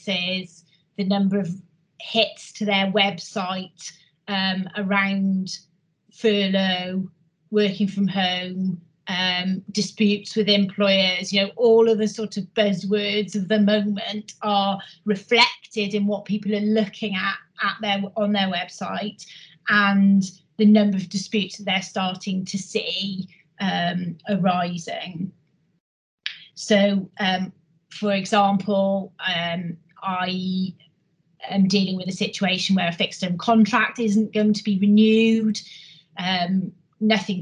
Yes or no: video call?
yes